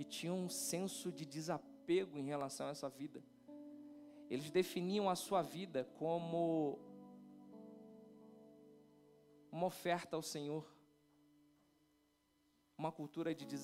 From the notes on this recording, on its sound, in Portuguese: Transmissão Ao Vivo do Culto de Domingo à Noite. Local: Rua Alexandre Fleming 243/ Igreja Reformare.